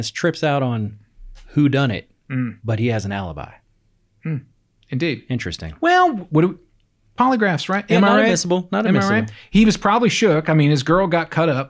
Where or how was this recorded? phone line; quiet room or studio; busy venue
quiet room or studio